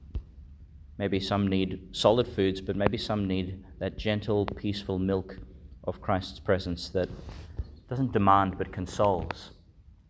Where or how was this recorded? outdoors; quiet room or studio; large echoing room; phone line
large echoing room